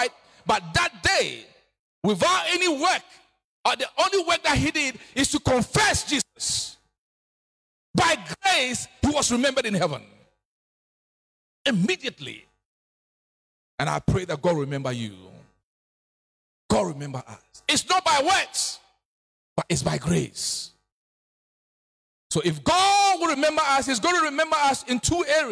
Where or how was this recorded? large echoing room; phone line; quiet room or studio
large echoing room